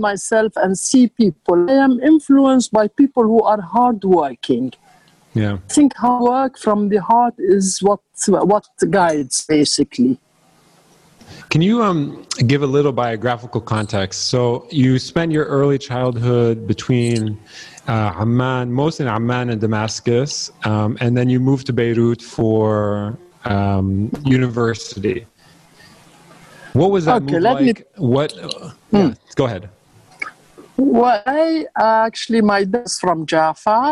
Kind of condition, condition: link, video call